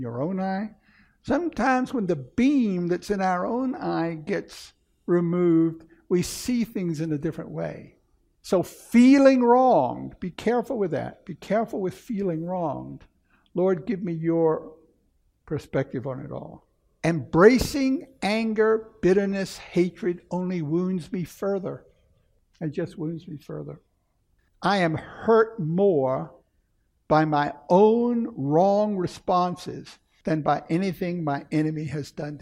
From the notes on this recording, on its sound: At Camelback Bible Church.